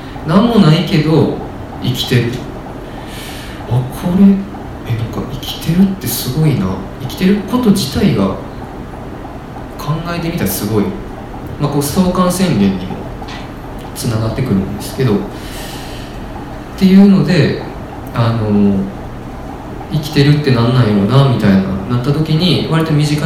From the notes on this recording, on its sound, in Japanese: 8/4に開催した『微花』×『つち式』のトークイベント（恵文社一乗寺店）の音声。